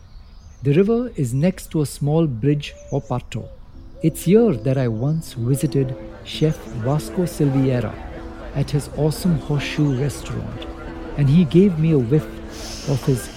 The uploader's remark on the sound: Walk through the insta famous, colourful Latin quarter in Panjim! A walk through its streets at the break of dawn.